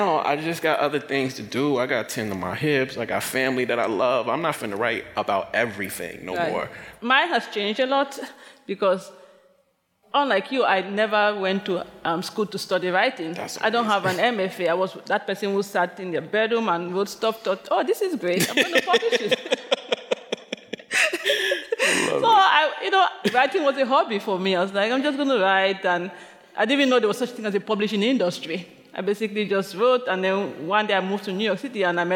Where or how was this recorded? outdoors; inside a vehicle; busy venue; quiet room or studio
busy venue